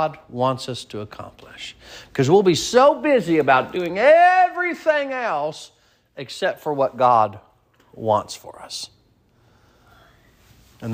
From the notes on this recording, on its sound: Sermon preached at Mid County Baptist Church.